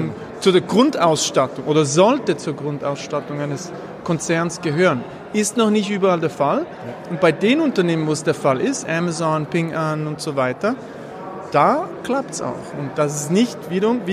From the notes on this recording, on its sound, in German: Dieser Podcast wurde aufgenommen Live auf dem Global Peter Drucker Forum.